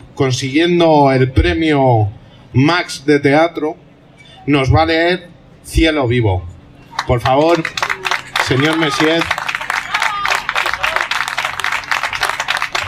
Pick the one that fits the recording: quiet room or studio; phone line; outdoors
outdoors